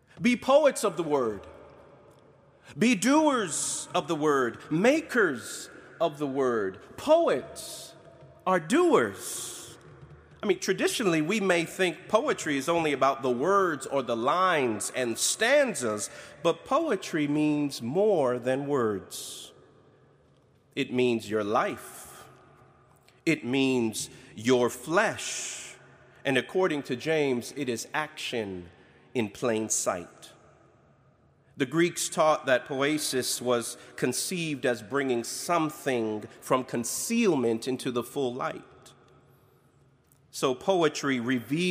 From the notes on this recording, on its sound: preached on August 29, 2021, at Duke University Chapel